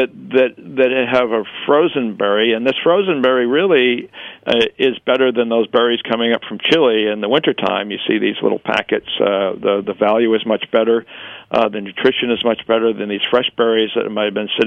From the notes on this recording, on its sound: via the phone lines